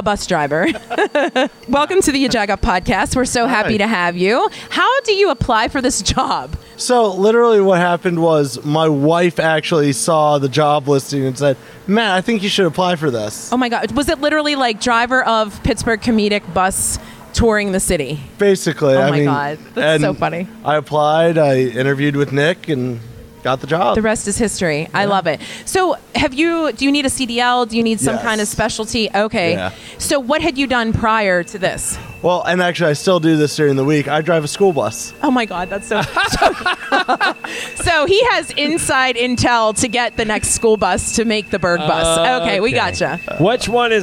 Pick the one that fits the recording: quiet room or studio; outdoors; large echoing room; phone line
outdoors